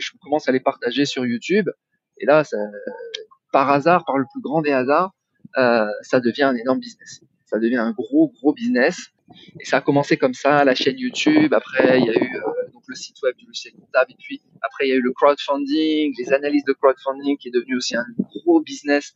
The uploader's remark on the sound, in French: À Bali, à quelques mètres de la mer, assis à la terrasse d'un café. La contrepartie de ces terribles conditions de vie est que la qualité sonore de cet épisode est inférieure à ce que vos oreilles d’auditeurs assidus méritent.